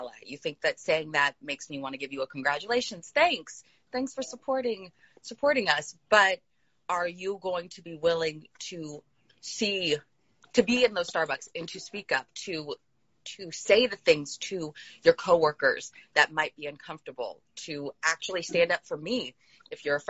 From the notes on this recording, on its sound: The audio from my Instagram live series Jacques Talk.